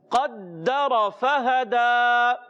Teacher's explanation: دال کو رک کر ادا کریں گے تھوڑا سا، اور را پر رہے گا، موٹا ادا کریں گے کیونکہ زبر والا ہے.